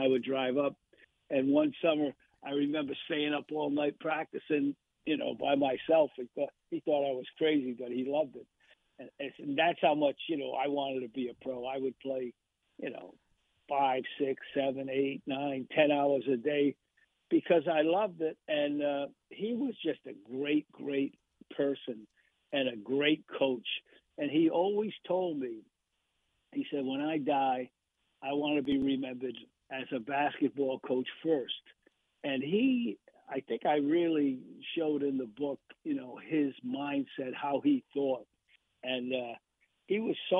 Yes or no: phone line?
yes